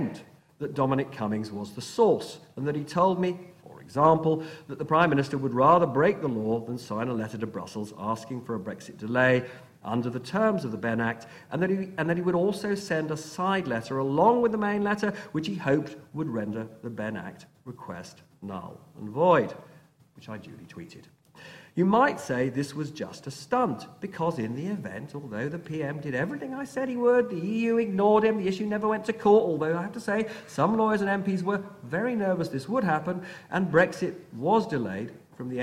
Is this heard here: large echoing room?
yes